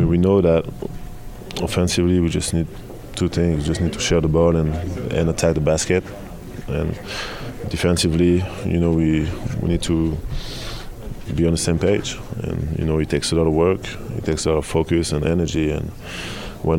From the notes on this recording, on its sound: In the locker room following the Jazz win against Washington.